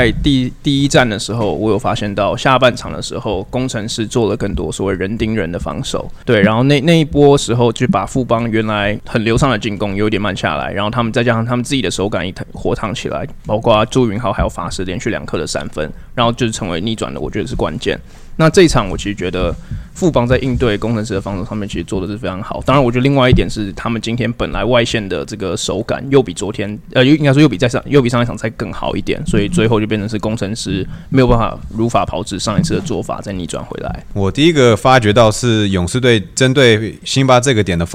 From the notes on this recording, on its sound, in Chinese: 這集是打完當下立馬在球場錄製的，與另外兩個國內受到歡迎的Podcast節目一起合作，分享我們在現場看到的一些細節。